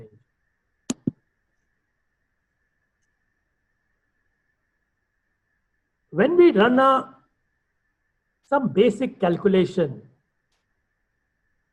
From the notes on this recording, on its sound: IFA Global's recorded webinar.